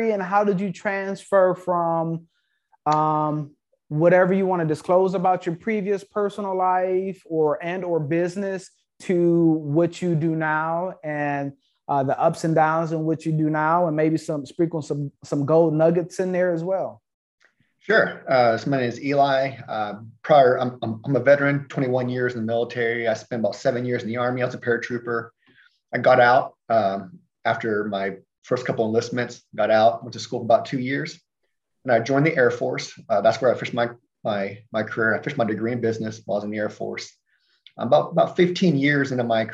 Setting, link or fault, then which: link, video call